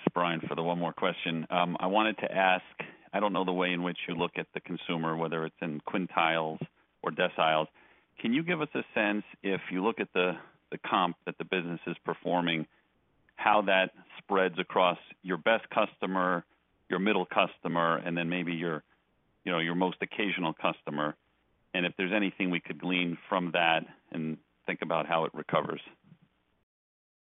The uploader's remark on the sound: Q2 2023 Earnings Conference Call of Target Corporation.